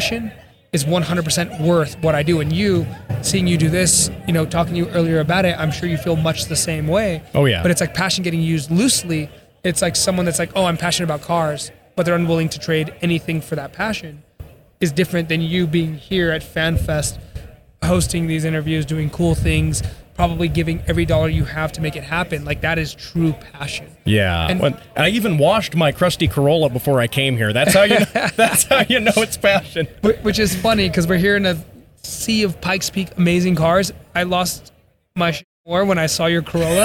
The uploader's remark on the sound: LIVE from the Pikes Peak Hillclimb. Live from the streets of the Hillclimb Fanfest!